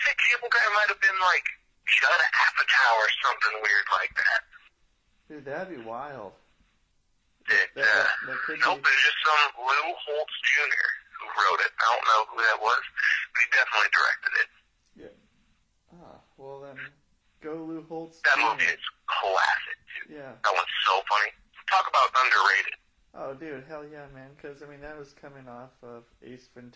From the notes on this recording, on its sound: This is a call in from Spokane Washington